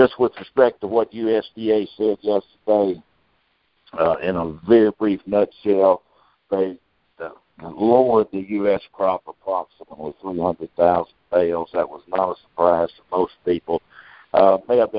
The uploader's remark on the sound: Monthly Conference Call